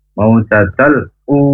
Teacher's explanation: u-nya panjang. Dua harokat.